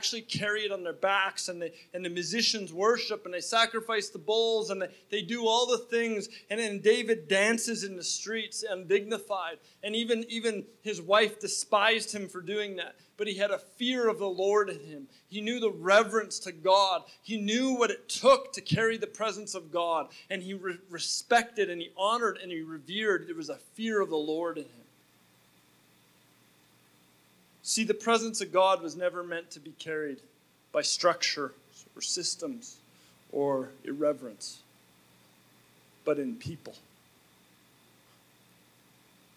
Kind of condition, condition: setting, large echoing room